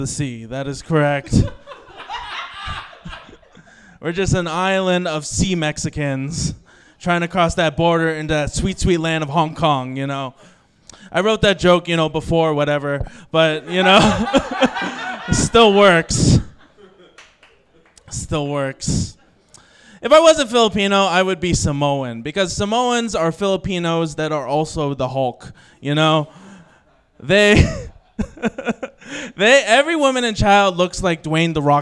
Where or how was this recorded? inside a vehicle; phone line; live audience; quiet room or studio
live audience